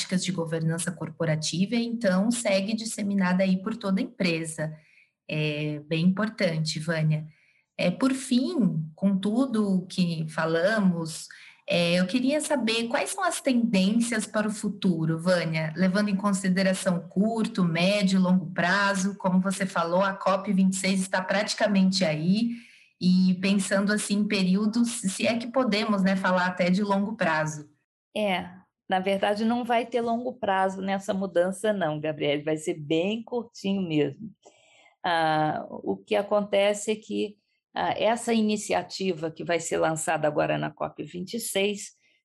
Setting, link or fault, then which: link, video call